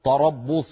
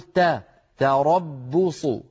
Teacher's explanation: تاء مرققة راء مفخمة باء مرققة صاد مفخمة · Shown in: second take · يعني هناك تداخل بين المفخم والمرقق فعلى القارئ أن يخلص المرققة من المفخم لأن الفم لو ترك على راحته لفخم المرقق فتخرج الكلمة تربص اسمعوني تربص، ولا يصح هذا، لابد أن نقول تا تربص.